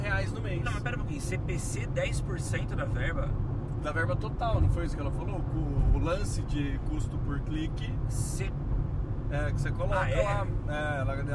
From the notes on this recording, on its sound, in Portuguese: Toda nossa experiência foi gravada na volta de carro para São Carlos.